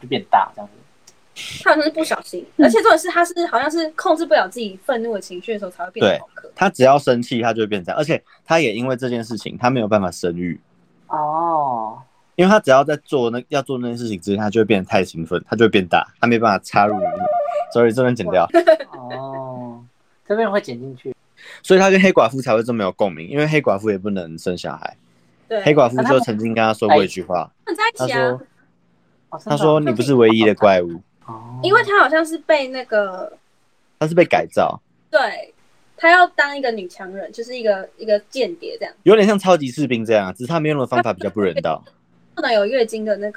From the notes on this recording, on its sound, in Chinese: 這集我們第一次用了遠端錄音。所以沒有調整好每個人的音量大小。